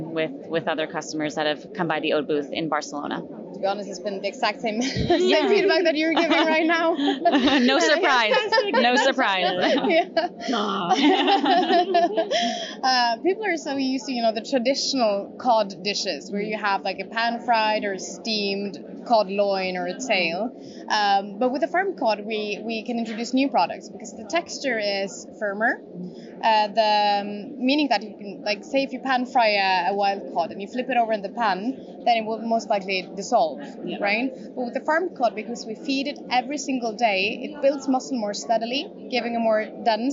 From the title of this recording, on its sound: Live From Seafood Expo Global